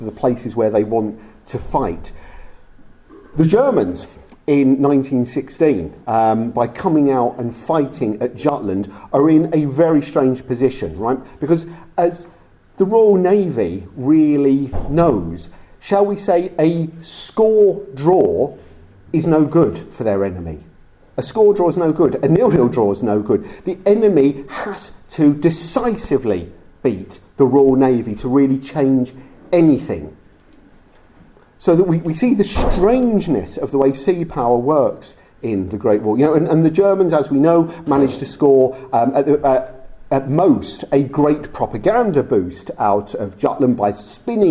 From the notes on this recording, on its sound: Recorded live at the Cork Great War Conference in October 2023.